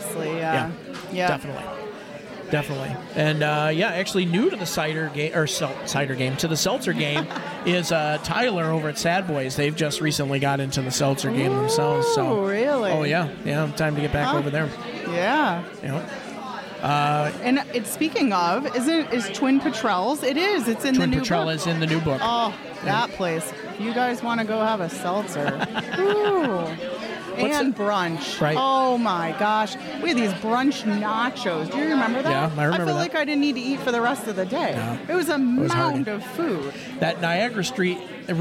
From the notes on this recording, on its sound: Live on Instagram from Byrncliff Golf Resort for Oktoberfest.